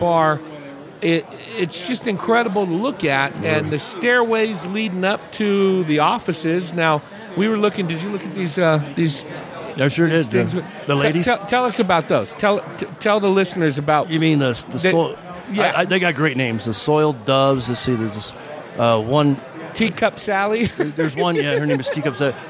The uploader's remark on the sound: Recorded at The Palace Restaurant & Saloon. Recorded at The Palace Restaurant & Saloon.